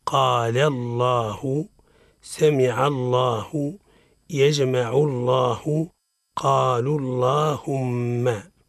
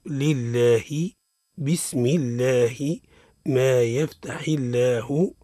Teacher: تفخم اللام في لفظ الجلالة إذا سبقت بفتح أو ضم · Shown in: first take